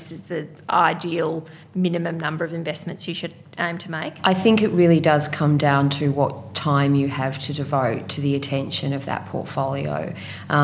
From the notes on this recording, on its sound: Recorded at the Scale investors portfolio day in 2019, this is a very special group interview.